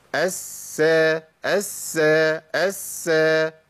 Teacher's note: لازم أبين رخاوة السين الساكنة